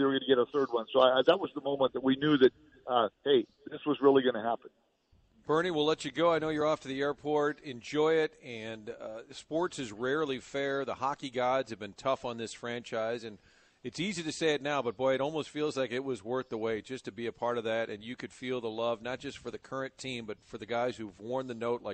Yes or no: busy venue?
yes